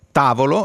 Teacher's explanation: Allora, c'è intanto l'accento tonico, quello sulla sillaba su cui cade la voce. Tavolo, l'accento cade sulla ta, la sillaba ta